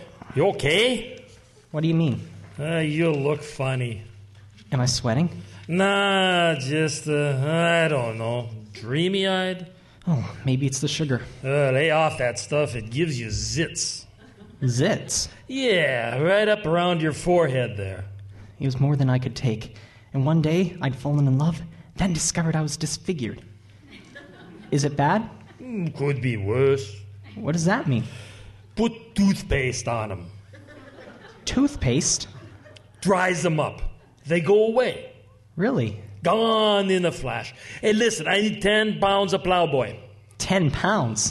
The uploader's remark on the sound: Recorded in front of a live audience. Recorded before a live audience.